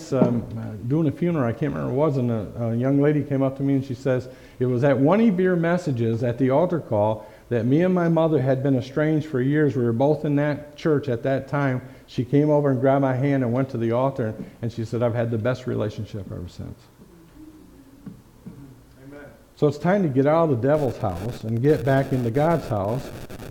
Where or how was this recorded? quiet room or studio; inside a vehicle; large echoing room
large echoing room